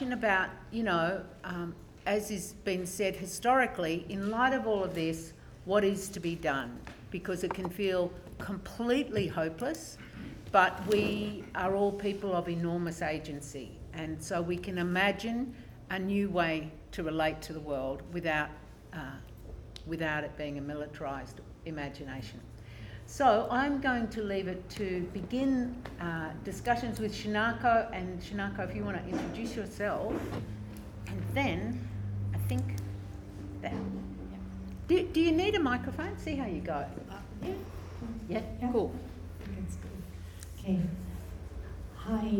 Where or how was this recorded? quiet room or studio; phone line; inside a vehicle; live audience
live audience